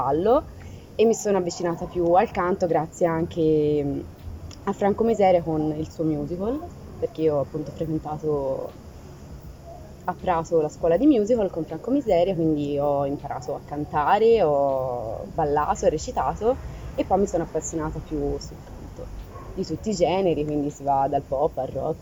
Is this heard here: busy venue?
yes